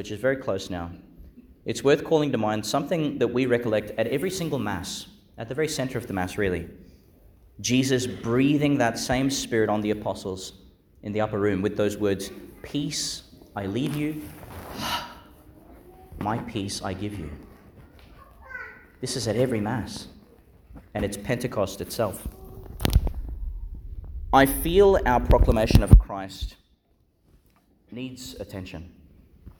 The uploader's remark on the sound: Homily for the Sixth Sunday in Eastertide, delivered (at the morning Mass) in Our Lady Star of the Sea Church, Gladstone, Qld.